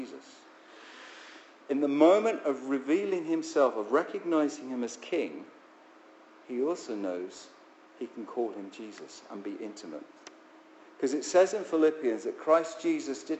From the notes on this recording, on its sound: Our sermon from the 9am service on Sunday 20th November 2016